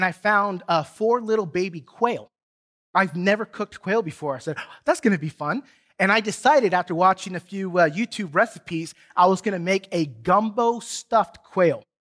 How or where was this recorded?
large echoing room